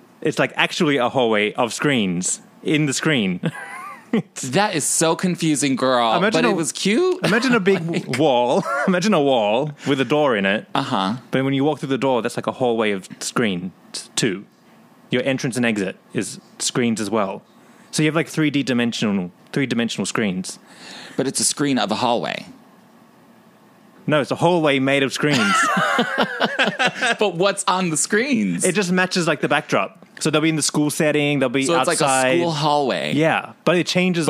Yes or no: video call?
no